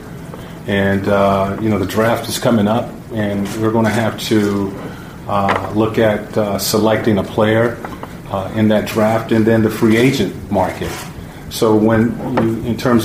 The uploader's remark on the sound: Was introduced as the Indiana Pacers’ 15th head coach in franchise history at a press conference on Monday afternoon.